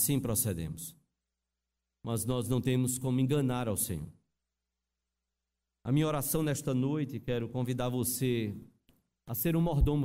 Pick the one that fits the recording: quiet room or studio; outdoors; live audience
live audience